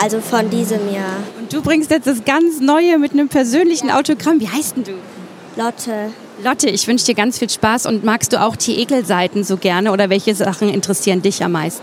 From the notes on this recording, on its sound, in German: Diesmal live von der Frankfurter Buchmesse.